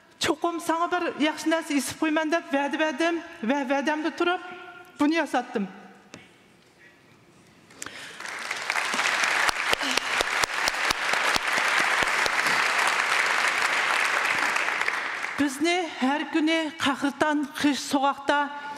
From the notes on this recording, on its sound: This episode is recorded in Uyghur. Recorded at the 2023 Oslo Freedom Forum.